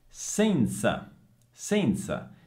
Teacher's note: senza si pronuncia con la Z sorda